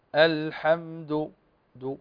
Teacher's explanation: ونضم الشفتين ضما خفيفا لأن الدال هنا مضمومة